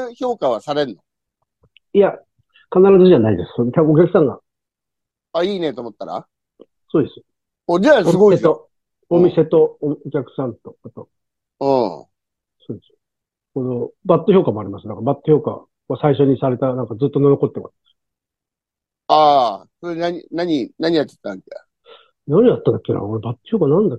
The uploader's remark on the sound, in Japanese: ZOOMで収録